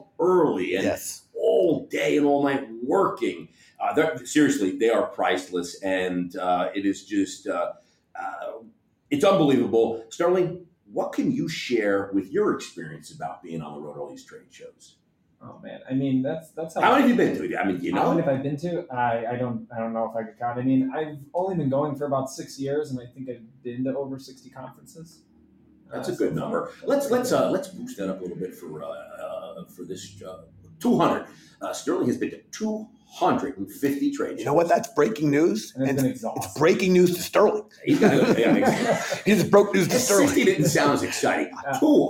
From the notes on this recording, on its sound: Best of On the Road. The guys said they have been fortunate to have been able to record the show on site at industry trade shows like Winsight, EnsembleIQ, The Spoon, Franchise Times, and Networld Media Group.